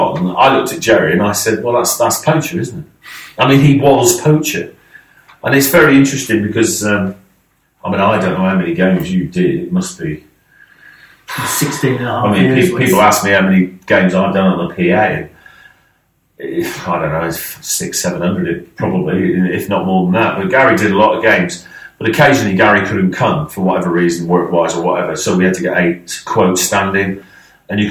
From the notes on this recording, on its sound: Apologies for the drop in audio quality - we had a bit of a problem with the recording setup, so this is actually from the backup recording we had on the day.